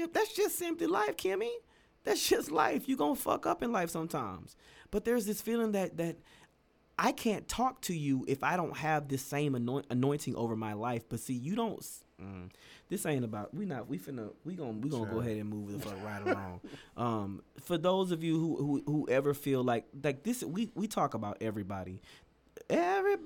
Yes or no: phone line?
no